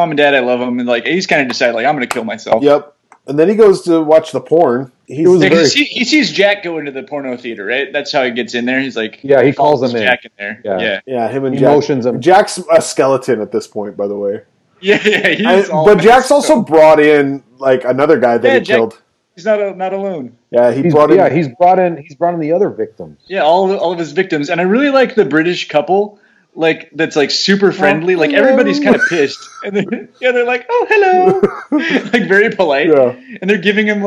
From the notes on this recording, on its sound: Still recording remotely. Due to CDC social distancing recommendations, this episode was recorded remotely via Skype. We apologize for the reduced audio quality, but we’ll continue to record in this manner until it’s socially responsible for us to reunite and return to our regular format.